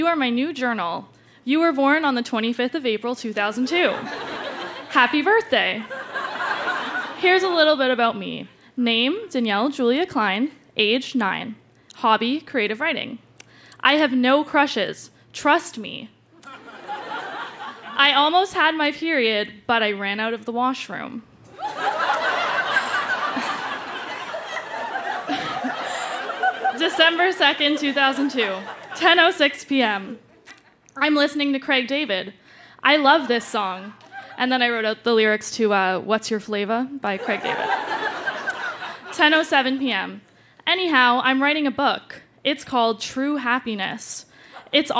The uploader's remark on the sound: Recorded live at the Tranzac Club in Toronto.